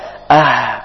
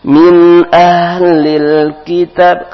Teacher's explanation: Min ahlil huruf ha keluarkan hamasnya. Ah keluar angin.